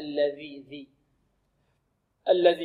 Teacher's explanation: هكذا لابد أن نبرز طرف اللسان، لابد من إبرازه. الذي، ذي، الذي. · Term: الذال